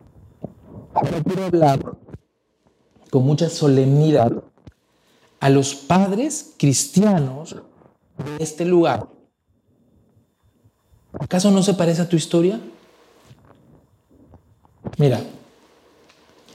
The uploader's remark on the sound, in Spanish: Presentado en vivo el domingo 05 de junio de 2022. Saenz Peña 107 Barranco.